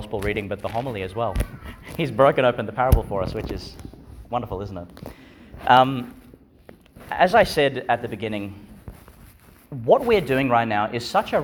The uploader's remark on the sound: Homily for the Fifteenth Sunday in Ordinary Time, delivered in Our Lady Star of the Sea, Gladstone, Qld.